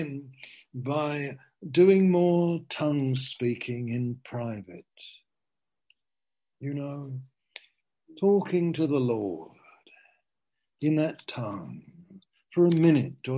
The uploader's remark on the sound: (Zoom) - Teign Valley Sessions - 19:00